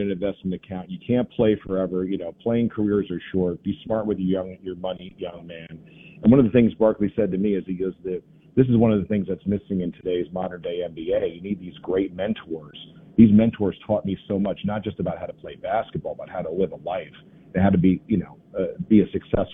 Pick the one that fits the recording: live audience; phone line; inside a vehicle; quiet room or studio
phone line